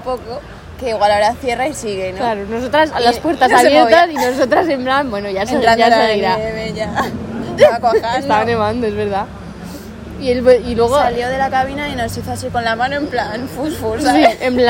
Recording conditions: busy venue